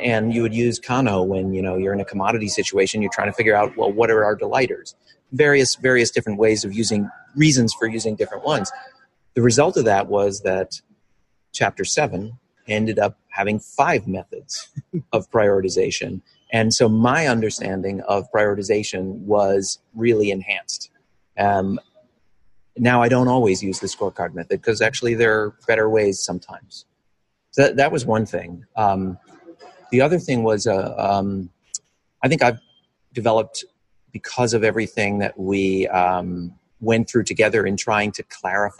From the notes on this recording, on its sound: joined us live at the Mind the Product Leadership Forum